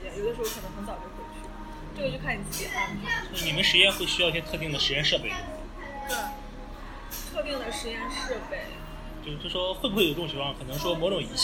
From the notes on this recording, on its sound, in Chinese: 本次在咖啡厅录制, 杂音较大, 望见谅.